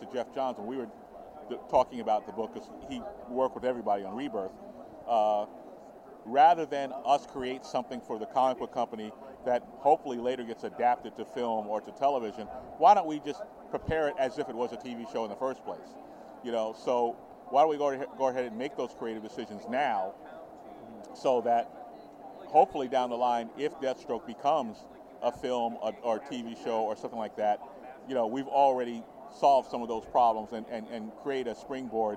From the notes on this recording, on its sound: NYCC 2016 Special. Live from New York Comic Con 2016!